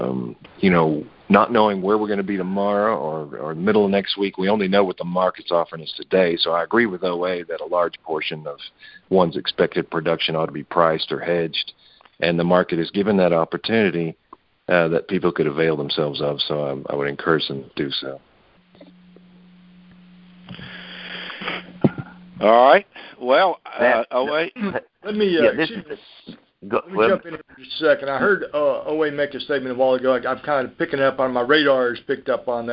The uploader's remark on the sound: June 2018 Monthly Conference Call